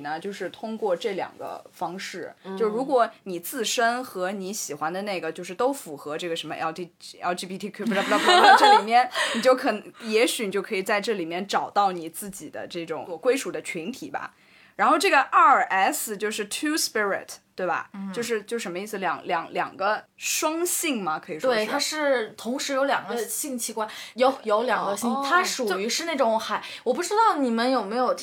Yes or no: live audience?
no